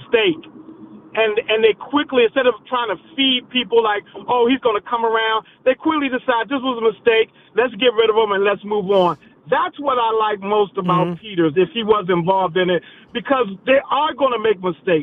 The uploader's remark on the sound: Right back to the phone lines. Even more callers join. Closing out the caller centric hour.